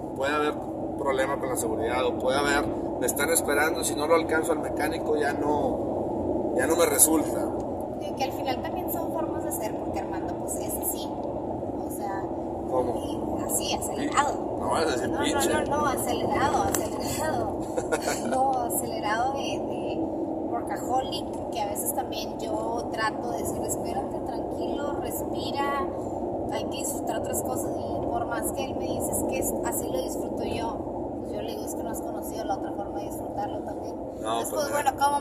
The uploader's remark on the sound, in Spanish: Un podcast que grabamos en carretera en un viaje familiar